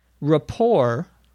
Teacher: notice the T is not pronounced